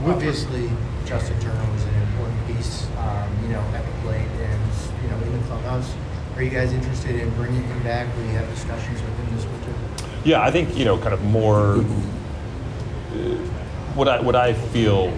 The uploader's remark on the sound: Meets The Media On The Final Day Of The GM Meetings. Meets with the media again on the final day of the GM Meetings. Answers questions from the Boston media.